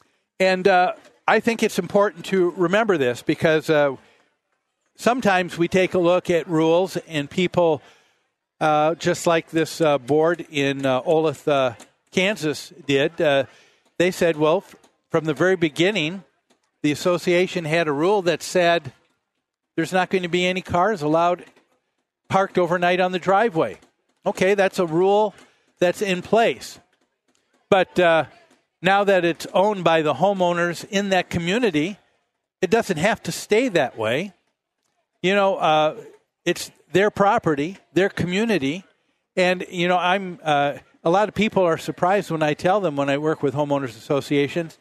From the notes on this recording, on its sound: Live at the MN State Fair